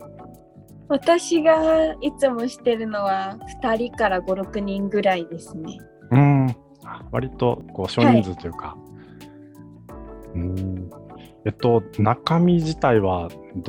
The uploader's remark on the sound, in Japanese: 収録の環境により、少しノイズが入っています。